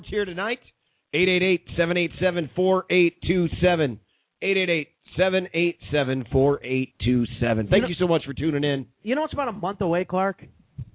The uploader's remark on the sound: called in on this show